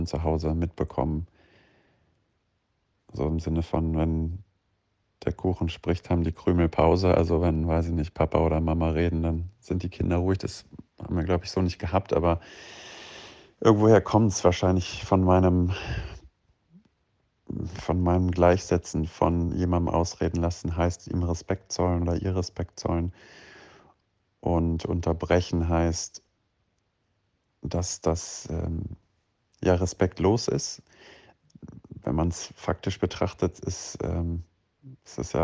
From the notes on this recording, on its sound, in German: Aus privaten Sprachnachrichten wird nun ernst - aus dem Smartphone in die Öffentlichkeit! Aus privaten Sprachnachrichten wird nun ernst - aus dem Smartphone in die Öffentlichkeit!